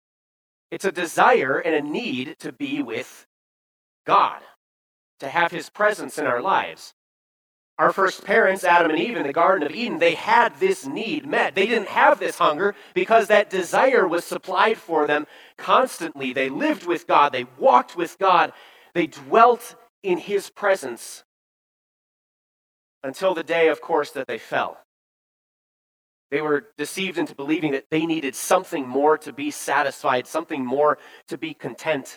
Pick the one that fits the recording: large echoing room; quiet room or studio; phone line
large echoing room